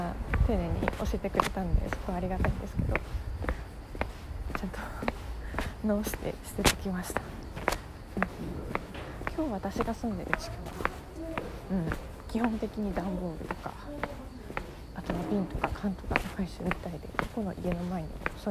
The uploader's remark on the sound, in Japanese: めっちゃ雑音多くて私でも聞き取れなかった。雑音多め。